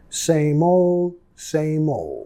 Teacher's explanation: muchas veces la D al final es muy suave o ni lo vamos a pronunciar